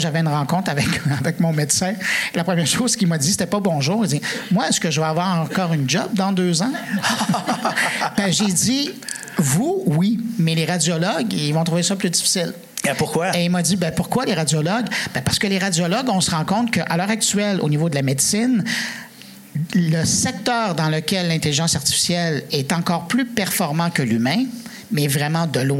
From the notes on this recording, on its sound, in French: Vous entendrez un segment capté en direct devant public au Petit Théâtre Outremont la semaine dernière.